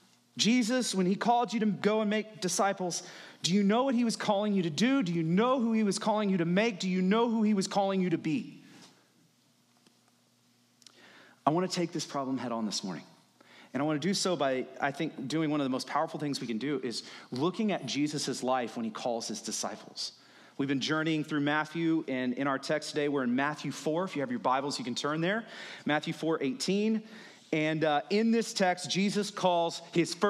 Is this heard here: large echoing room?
yes